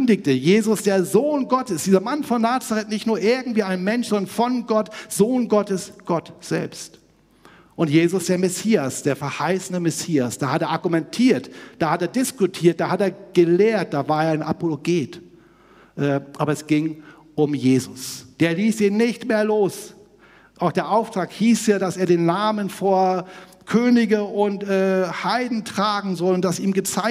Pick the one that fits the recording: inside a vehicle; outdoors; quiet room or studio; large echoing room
large echoing room